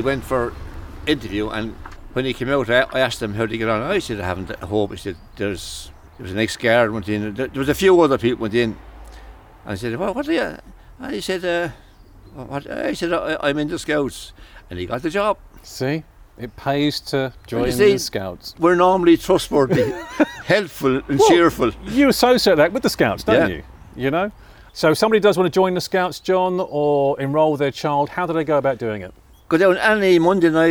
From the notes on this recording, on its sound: I met up with him outside the building for a chat